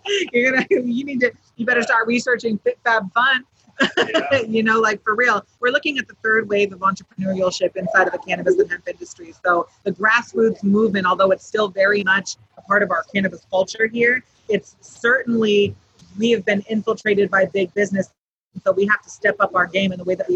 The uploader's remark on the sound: live from MJBizCon 2019 in Las Vegas, Nevada